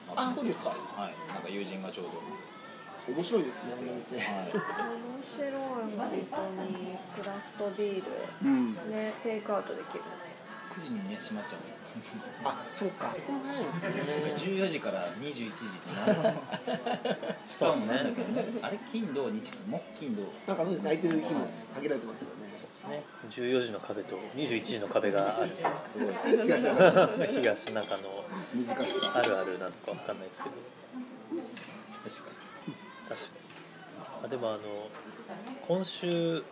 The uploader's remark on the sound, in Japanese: 東中野にあるSunday Jam's Clubで収録させてもらいました！今回はSunday Jam's Clubさんにご協力いただき、店内で収録させていただきました。(特に序盤)声が小さくて聞き取りにくいかもしれません(ごめんなさい)。